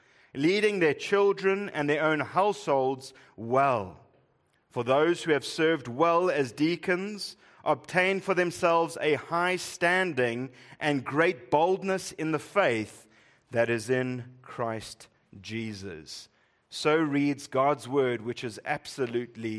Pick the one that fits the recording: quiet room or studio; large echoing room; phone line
large echoing room